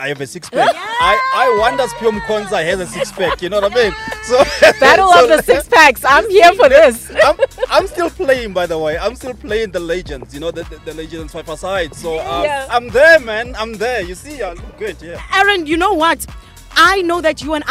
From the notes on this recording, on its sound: outside SAFA House